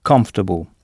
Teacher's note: Et ici, l'ensemble COM se prononce comme. Et notez que OR est à peine audible, comfortable, et que c'est la première syllabe qu'il faut frapper.